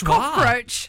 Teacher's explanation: it's actually a quite common thing in Australian English is adding schwas to things